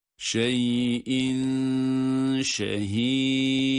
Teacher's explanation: Dal harfi de ince ve kalkale ile okuyoruz.